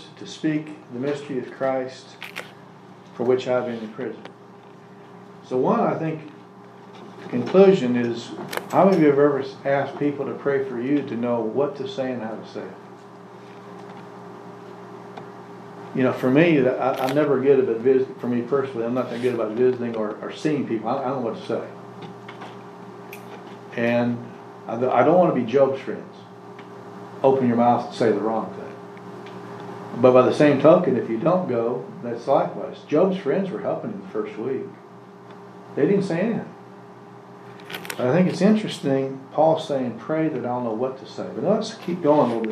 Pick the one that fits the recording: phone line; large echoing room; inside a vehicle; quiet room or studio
large echoing room